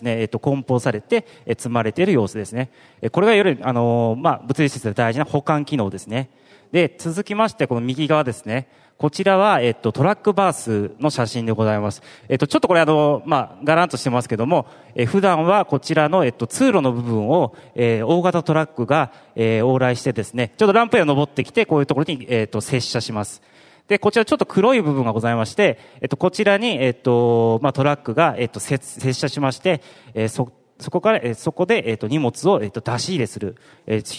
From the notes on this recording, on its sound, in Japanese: ２月２０日に東京証券取引所で開催した「J-REITファン2016」に登壇した